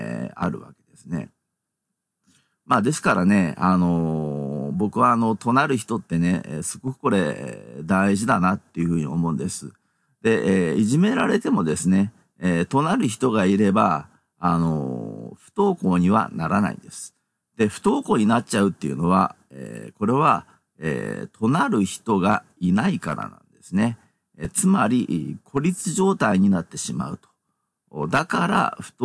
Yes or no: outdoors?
no